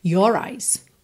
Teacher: a gente enrola o R porque ele acaba funcionando como ligação entre as palavras your eyes, senão your eyes, não dá muita ligação, né?